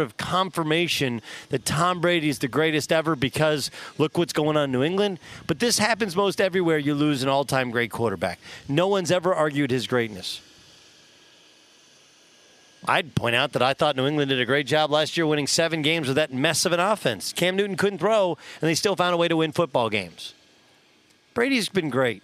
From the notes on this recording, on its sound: live from the Los Angeles Chargers trainign camp!